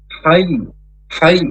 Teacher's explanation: ya sukunnya hanya menjadi i, tidak boleh dipanjangkan